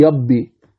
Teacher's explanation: أو ربما يجعلها ماذا ياء، قل له ربي يقول لك يبي، فلا ينطق بها راء لأن الراء مالت إلى ظهر اللسان كثيرا فخرجت ياء